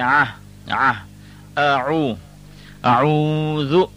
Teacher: The pronunciation of the alif is a, but the ayn is a letter that has to come from the throat. It has a guttural sound.